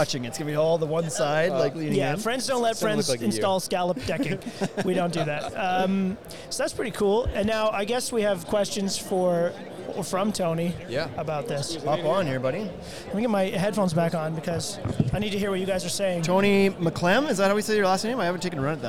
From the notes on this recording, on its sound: Shot a LIVE episode from the Owens Corning booth.